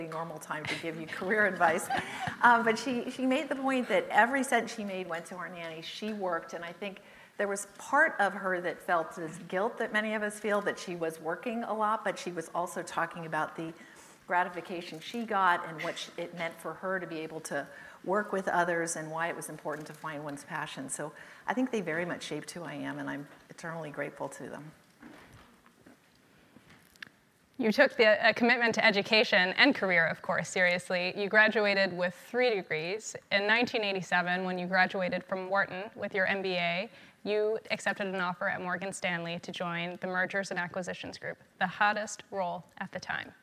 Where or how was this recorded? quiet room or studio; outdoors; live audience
live audience